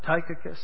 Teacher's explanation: We've got an accent on the first syllable.